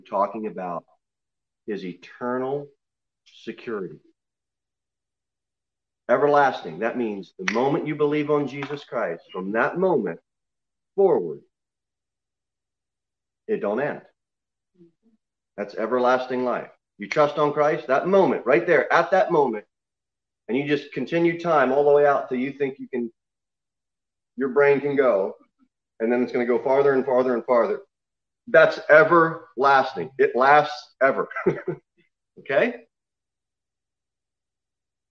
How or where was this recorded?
large echoing room